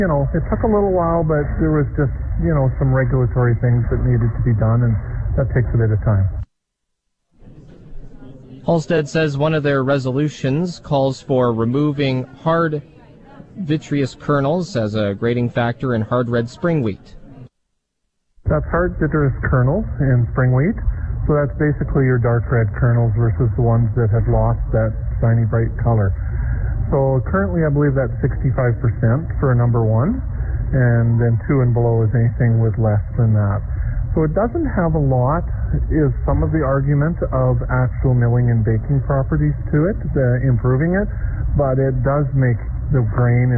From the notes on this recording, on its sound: It's Day 3 of the Western Canadian Crop Production Show in Saskatoon. Bring you Sask Ag Today live from the show.